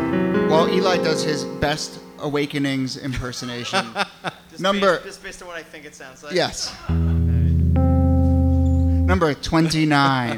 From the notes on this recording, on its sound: Ask Roulette is a conversation series in which strangers ask each other questions on stage. This excerpt is from our October event at Housing Works Bookstore in New York City. Some audience members.